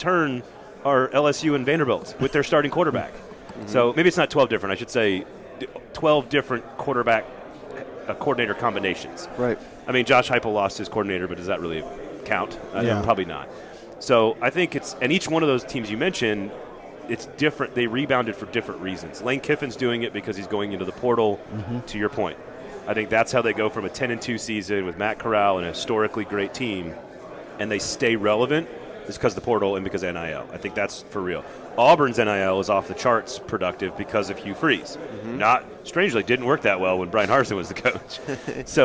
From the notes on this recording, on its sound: joined us live during 2023 SEC Media Days from Nashville Tennessee